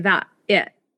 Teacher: the glottalization of T's at the end of words. So when you say words like that, or it, a lot of times you say that, it, which is a very Southern California feature.